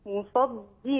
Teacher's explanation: الصاد مفخمة، الدال مرققة